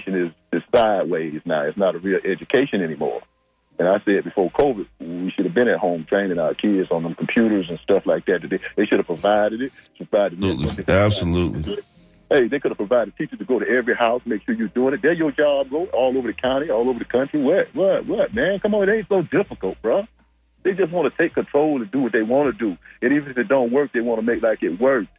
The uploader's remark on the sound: unique magazine format call-in show